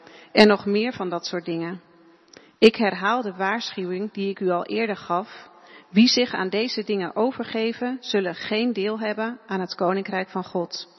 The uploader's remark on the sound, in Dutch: De preek is op 22 mei opgenomen in De Hoeksteen in Haren